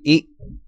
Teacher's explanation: short close front unrounded vowel as e in bit · Next row, alphabet E, diacritical mark with P, P, pronunciation E, pronunciation with P, P, IAST equivalent E, English equivalent, long close front unrounded vowel as I in machine